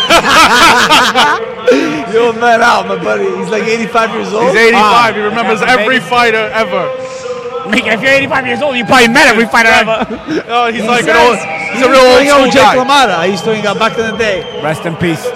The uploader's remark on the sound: recording live from Barclay's Center in Brooklyn